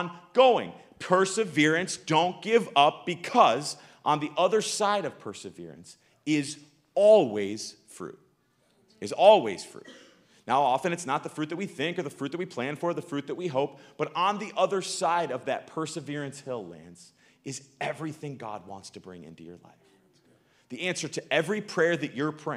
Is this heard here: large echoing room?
yes